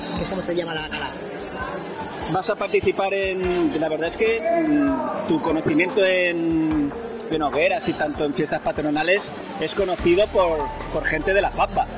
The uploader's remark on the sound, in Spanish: Programas grabado desde dentro de la Gala XI de FAFBA.